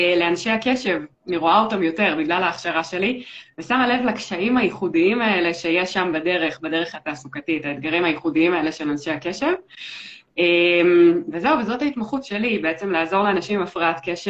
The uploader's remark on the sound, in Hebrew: הפרק הזה הוא בעצם לייב שהוקלט באינסטגרם.